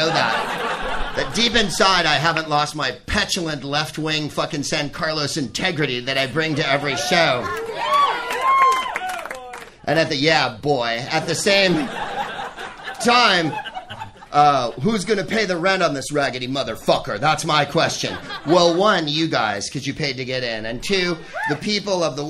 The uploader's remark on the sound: Live from the Punchline Comedy Club in his beloved San Francisco.